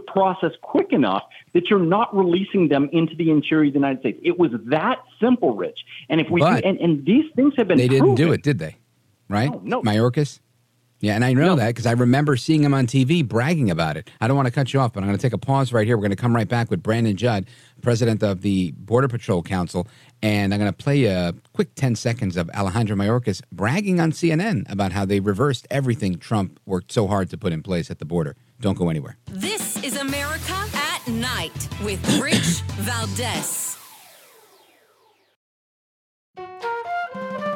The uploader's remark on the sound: we take your calls in open phones across America